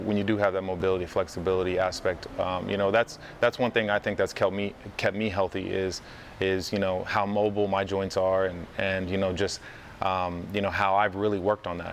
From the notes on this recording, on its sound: We’re in his hangar so please excuse the loud sounds in the background.